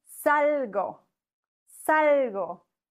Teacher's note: Bei salgo haben wir zwei Silben, ein Wort, das auf O, also Vokal endet. Dann müssen wir die vorletzte Silbe des Wortes betonen, das entspricht der ersten Silbe.